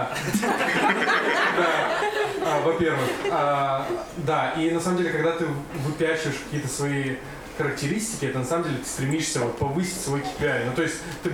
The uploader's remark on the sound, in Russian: В декабре мы провели открытую запись